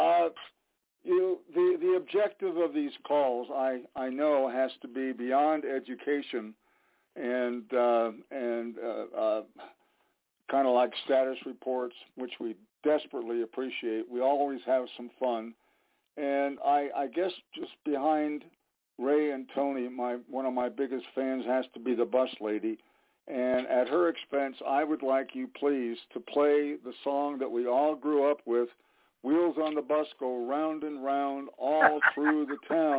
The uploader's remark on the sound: TNTSuperfantastic Conference Call